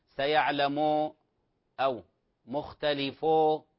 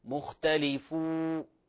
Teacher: مختلفوا فو خطأ، هذا خطأ، فتحقيق الواو بتحقيق ضم الشفتين من مخرجها الأصلي · Shown in: second take · مختلفو أو ولا أو، هذا قلنا يعتبر لحنا غير صحيح، لحن في قراءة أو مخارج هذا الحرف.